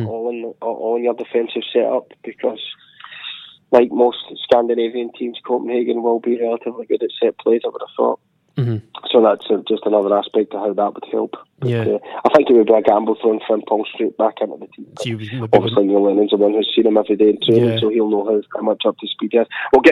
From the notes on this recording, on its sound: on the phone from Copenhagen